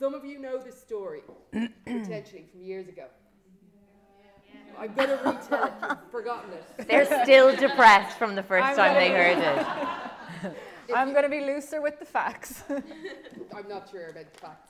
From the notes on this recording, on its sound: This week we have the second of our Halloween live shows - fear. DISCLAIMER: This was recorded in a live venue and the sound is inconsistent in places.